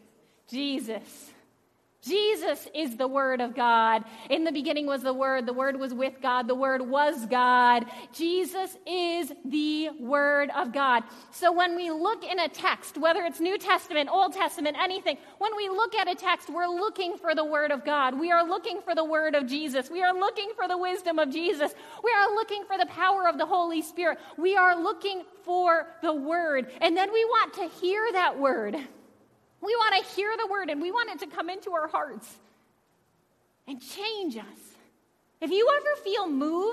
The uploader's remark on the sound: Audio from worship on September 5th with Praise Band. Zion United Church of Christ.